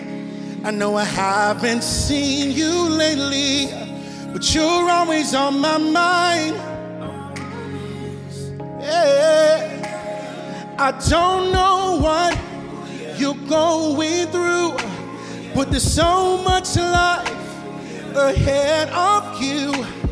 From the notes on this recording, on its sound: The artists arrive in New York City for the live finale. In front of a live audience.